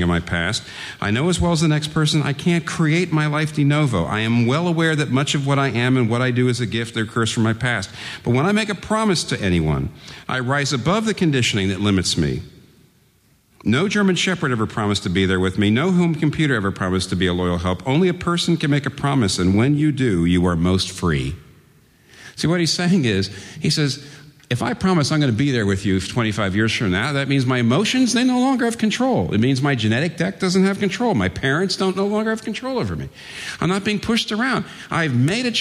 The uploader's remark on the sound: At Redeemer Presbyterian Church on March 30, 2012 for the conference "Marriage, Sex & Singleness Conference".